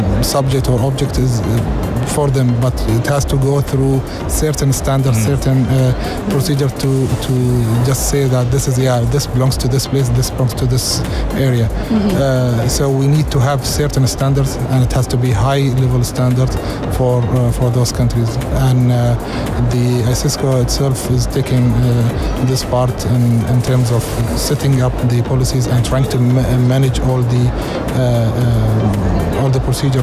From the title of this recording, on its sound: Live from SIBF